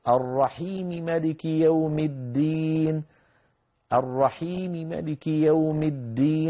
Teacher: فعند الميم الأولى يخفض صوته قليلا ويسرى · Term: الاختلاس